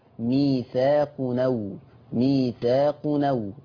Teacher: بمسك الهمزة وشيلها واخد الحركة بتاعتها وحطها على التنوين لأن التنوين ما هو إلا نون ساكنة فتقرأ ميثاق نو ميثاق نو. · Term: النقل